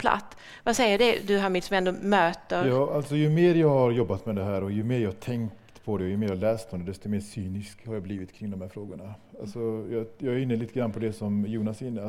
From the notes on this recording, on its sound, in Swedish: Den 29 januari 2020 anordnades en studentafton